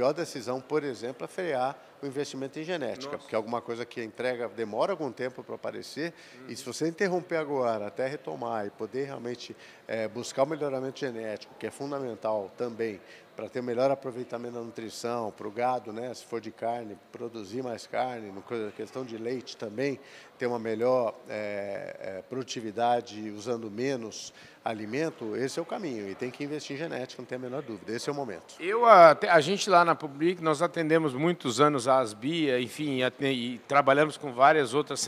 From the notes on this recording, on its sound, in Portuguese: Prosa gravada durante o Meeting Adir em Ribeirão Preto.